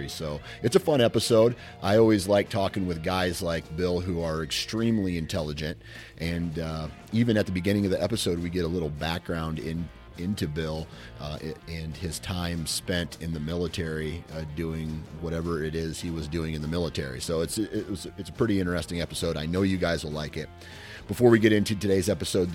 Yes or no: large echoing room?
no